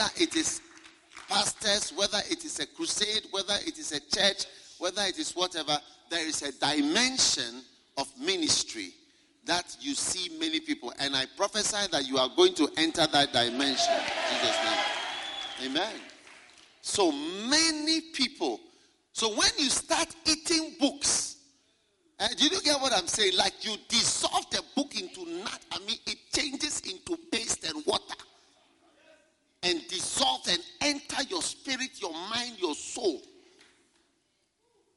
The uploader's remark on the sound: Preached at a Healing Jesus Pastors' conference in Palapye, Botswana